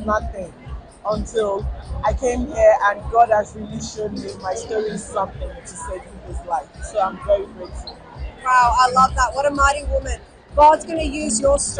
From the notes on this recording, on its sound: Join us on an exhilarating journey as we dive into the heart of the 2024 Planetshakers Conference. Take you behind the scenes as they navigate the electric atmosphere of the conference, seeking out Christians willing to share their powerful testimonies.